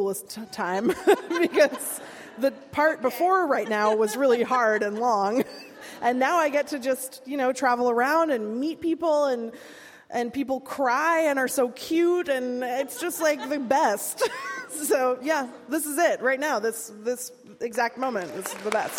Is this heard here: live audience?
yes